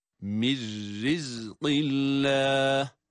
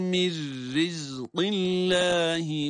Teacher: Cezimli nun kendisinden sonra ra gelirse ona idgam edilirdi. İdgam edilince de ra harfi şeddeli gibi okunur. Ve aynı zamanda ra'nın esrisi sebebiyle de ra harfi ince okunur.